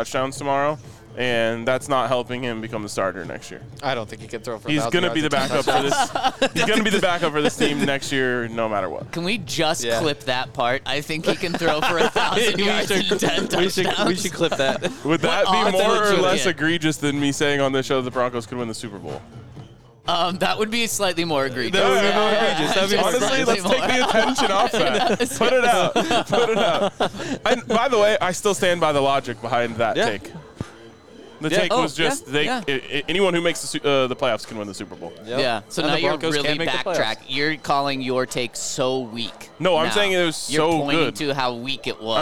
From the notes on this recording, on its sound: coming to you LIVE from Circa Resort & Casino in Las Vegas